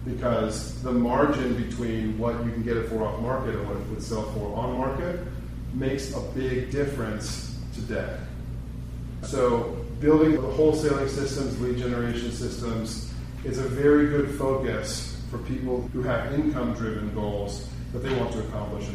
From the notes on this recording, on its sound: This episode is the audio from our July 2023 meetup